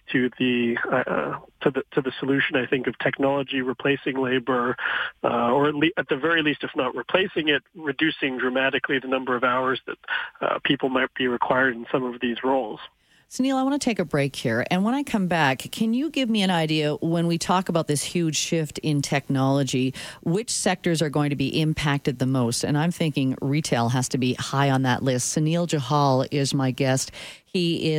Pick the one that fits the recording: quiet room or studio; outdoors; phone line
phone line